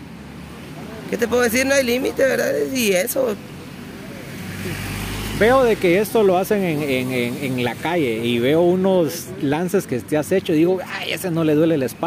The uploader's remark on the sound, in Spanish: Puente Levadizo salió a la calle y por eso escucharán bastante sonido ambiente en este episodio, incluso, algo de hip-hop. En el parque San Sebastián se reúne un grupo de jóvenes que se dedican al arte urbano.